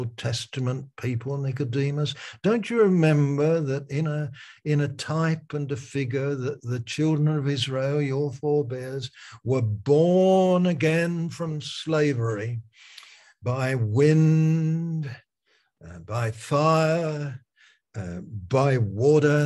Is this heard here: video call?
yes